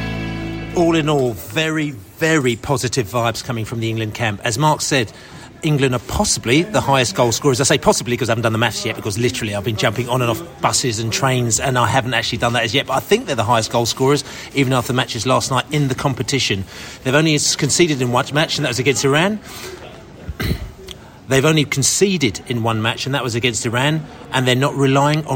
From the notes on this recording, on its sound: Recording this podcast at the airport on the way back to Qatar.